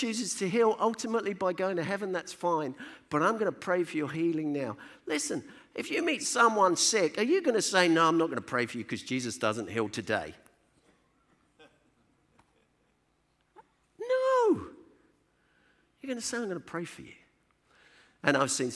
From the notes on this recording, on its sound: Session recordings from DNA 15 hosted by CVM Ireland